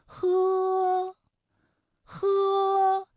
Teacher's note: 舌根要用力，尽量的上拢靠近软腭，让气流从舌根和软腭之间流出。 · Term: h